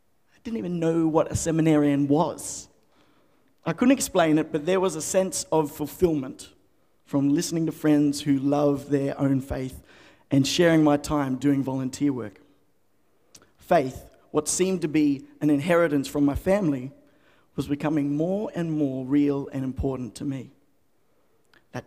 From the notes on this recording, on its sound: The FaithFeed Live Studio Audience.